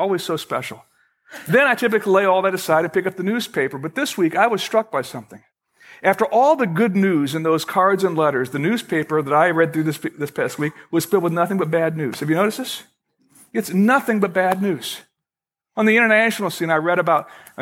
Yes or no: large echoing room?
yes